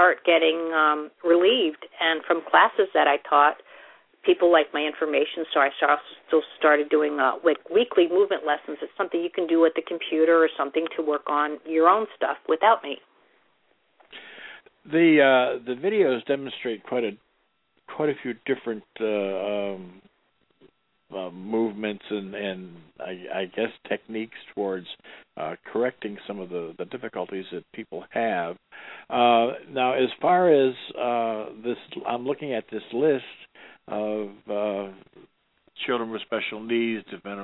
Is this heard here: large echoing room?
no